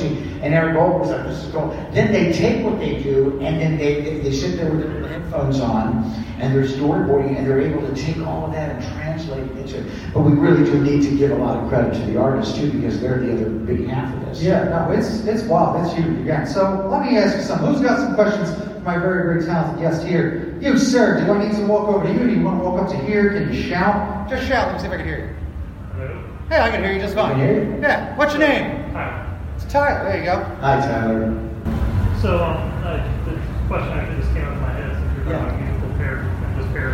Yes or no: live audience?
yes